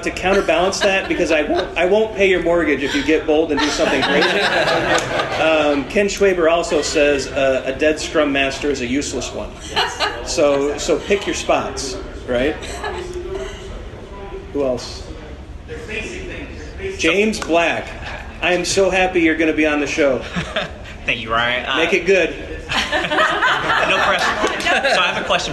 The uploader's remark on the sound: The Agile Coaching Summit 2017. This episode is the recording of an open space sessions that I hosted. We had lots of great questions from the group that joined us.